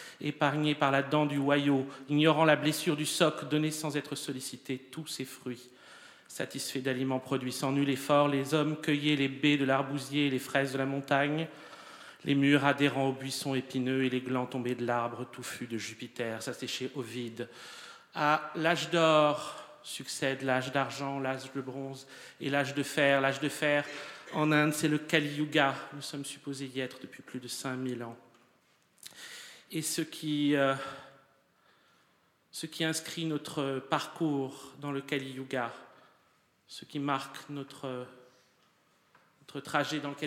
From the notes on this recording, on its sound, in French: Enregistr&eacute; le 29 novembre 2014 dans la salle Roland Topor Th&eacute;&acirc;tre du Rond-Point. Dans la salle Roland Topor Théâtre du Rond-Point.